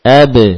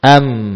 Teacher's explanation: Bedanya kalau mim ada gunnah, ada dengung melewati rongga hidung. · Shown in: second take